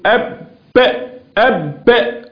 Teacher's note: أيضا عندما أقول أب أب ده في حبس عندي، في حبس، في هزة في الأوتار الصوتية، يعني عندي هزة في الأوتار الصوتية، يعني في حبس نفس · Term: الجهر